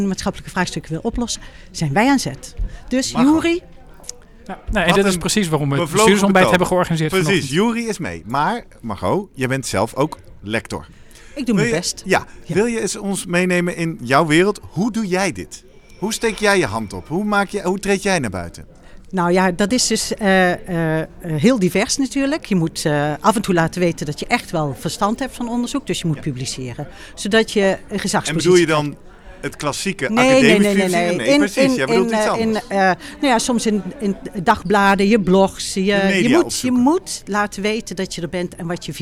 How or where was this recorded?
busy venue